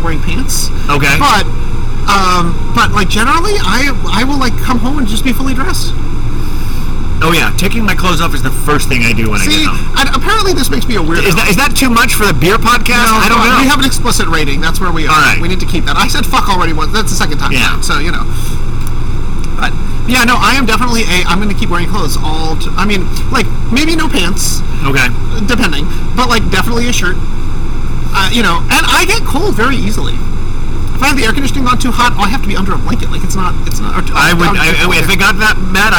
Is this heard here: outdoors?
yes